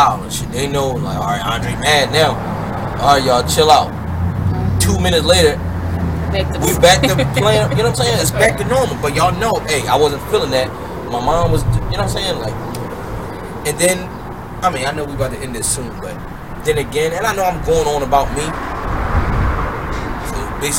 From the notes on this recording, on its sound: We know its gonna be some hard parts of hearing with us being outside and the wind showing itself but you can hear us throughtout so bare with us we wanted to enjoy the weather and shoot outside.